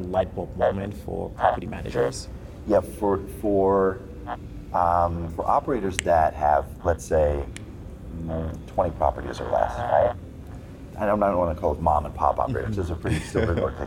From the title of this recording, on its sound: LIVE at Optech